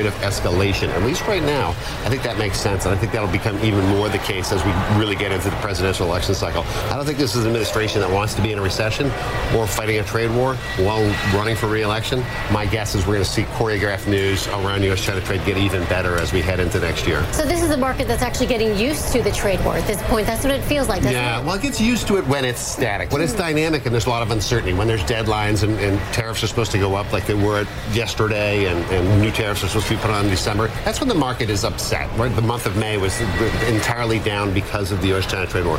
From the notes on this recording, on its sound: Live from the New York Stock Exchange.